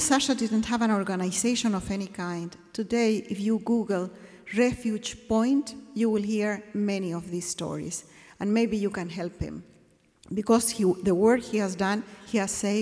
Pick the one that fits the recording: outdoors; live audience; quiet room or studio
live audience